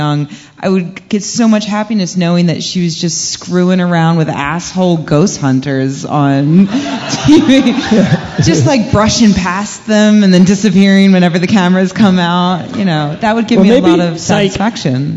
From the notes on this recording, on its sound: Live From CSICon 2012. Live Q&A.